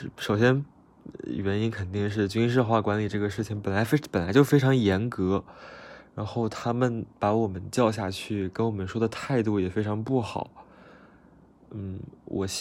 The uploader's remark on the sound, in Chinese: 真的是随手点开的录音机，声音很奇怪